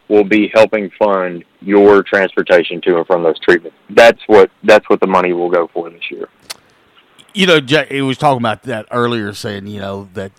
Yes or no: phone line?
yes